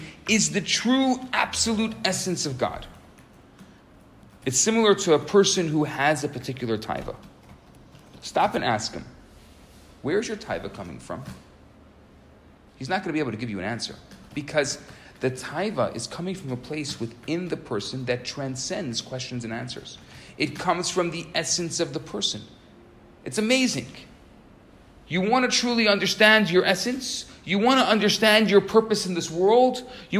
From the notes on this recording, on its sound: Recorded Live at Rohr Chabad NDG in Montreal, Quebec.